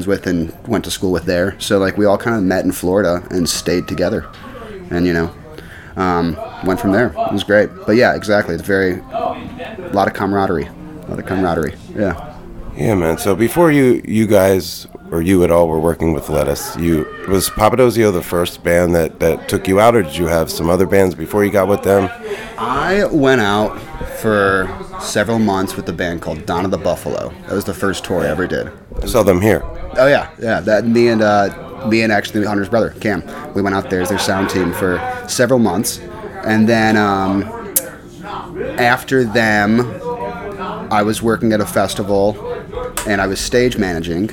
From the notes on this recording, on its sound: during Planet Home, a 3-day solutionary conference that took place in San Francisco